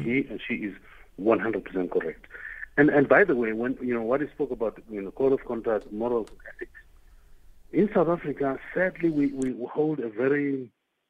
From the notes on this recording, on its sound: Guest on the line